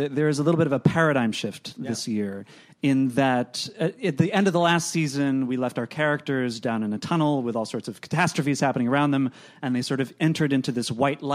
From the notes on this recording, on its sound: Recorded June 5, 2015 at ATX Television Festival.